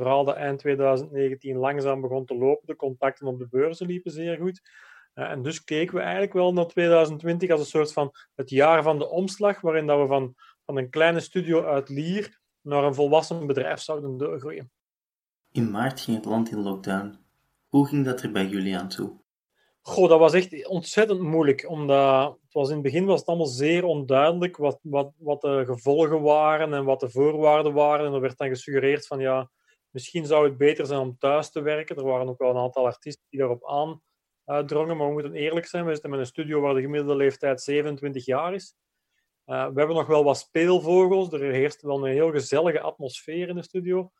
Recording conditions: video call